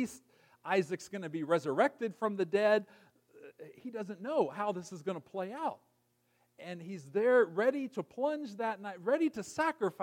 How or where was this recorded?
large echoing room